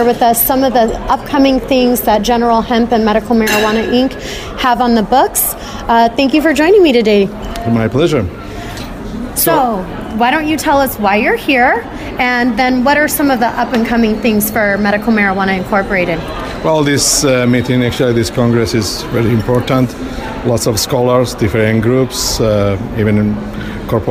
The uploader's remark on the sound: Broadcasts on location from the 32nd International Epilepsy Congress 2017 in Barcelona.